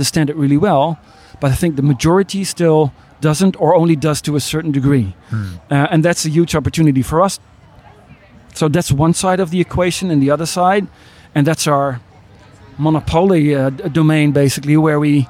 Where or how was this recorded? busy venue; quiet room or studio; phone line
busy venue